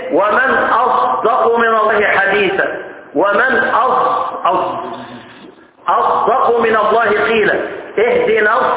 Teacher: الصاد في قراءة الإمام حمزة الصاد والزاي اضربهم في الخلاط هتطلع لك حاجة لا هي صاد ولا هي ايه